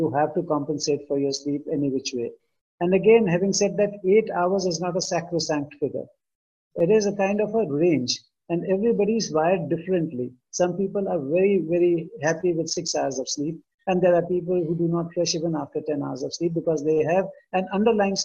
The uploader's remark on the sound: This episode is a recording of the Webinar hosted in June 2020